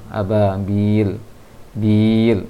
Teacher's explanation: dipanjangkan sedikit lagi untuk b-nya